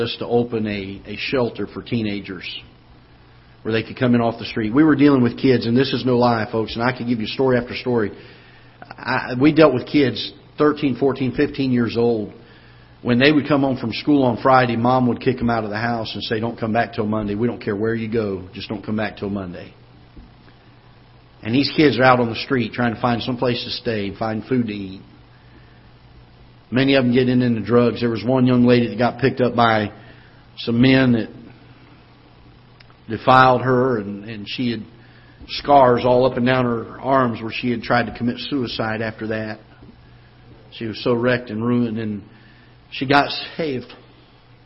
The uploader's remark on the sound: Ketha Heights Baptist Church ~ Live Broadcast